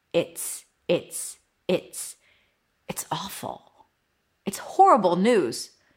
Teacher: The z sound became an s because the t is voiceless. So it affected the z sound of the is.